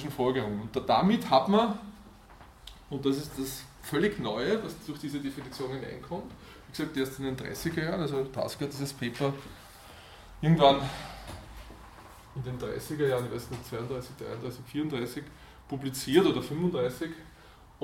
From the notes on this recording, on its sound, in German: Diese Vorlesung wurde von Studierenden aufgenommen